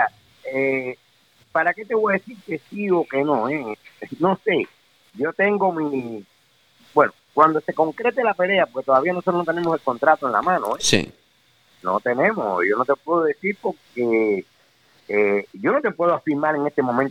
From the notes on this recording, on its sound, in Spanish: estaba escuchando el programa en vivo y llamo